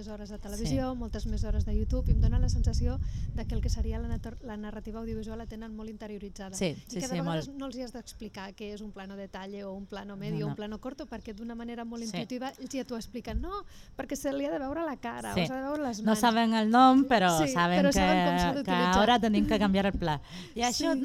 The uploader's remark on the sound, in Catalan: Ràdio Trinijove, Ràdio Fabra i XRCB participen fent ràdio en directe a les jornades FACC&COM celebrades el juliol del 2019 i organitzades per Art i Barri.